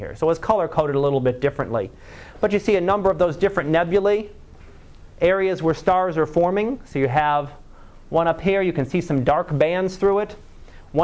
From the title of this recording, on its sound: Live Class Lecture